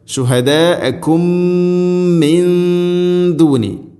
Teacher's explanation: മീമിനെ അടുത്ത മീമിലേക്ക് ഇദ്ഗാം ചെയ്ത് അഥവാ കൂട്ടിലയിപ്പിച്ച് മണിച്ചുകൊണ്ട് ഉച്ചരിക്കണം. ഇദ്ഗാം മുതമാസിലൈൻ എന്നാണ് അതിൻ്റെ പേര്, രണ്ടും ഒരേ അക്ഷരമായതിനാലാണത്.